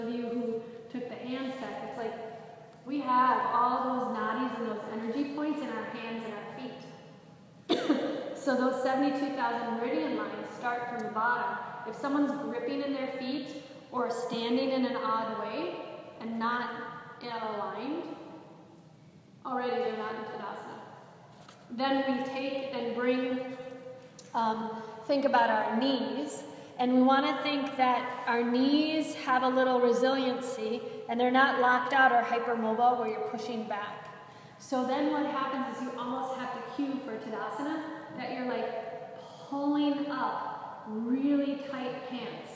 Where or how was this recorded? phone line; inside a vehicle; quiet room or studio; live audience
live audience